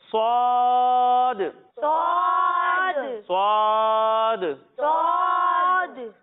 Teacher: ہم صاد کو موٹا کر کر پڑھیں گے، اور اس میں بھی سین کی طرح سیٹی کی آواز آئے گی